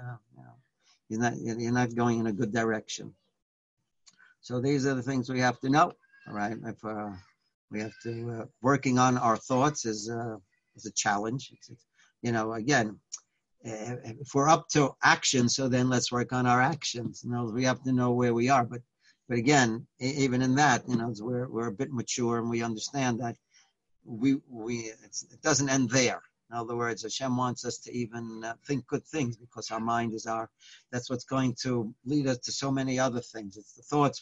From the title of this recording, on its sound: Live On Zoom